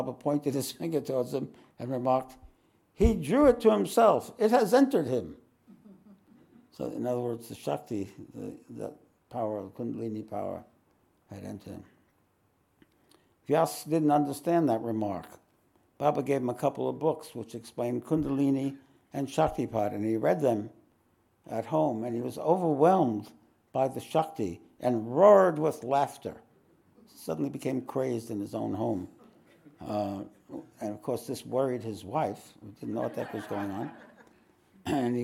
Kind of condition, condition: setting, live audience